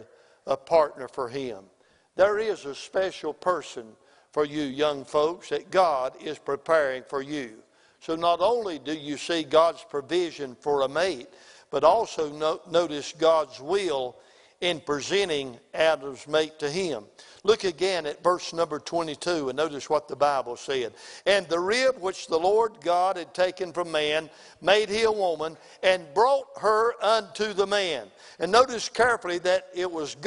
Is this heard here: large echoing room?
yes